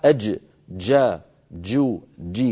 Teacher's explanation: صوتها محبوس صوتها شديد · Term: الجيم الفصيحة